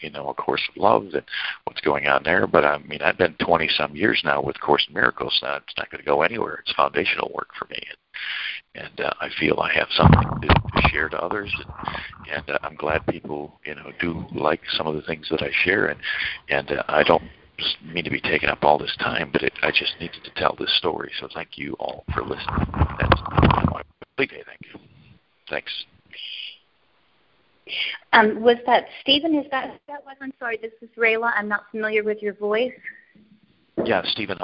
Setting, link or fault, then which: link, phone line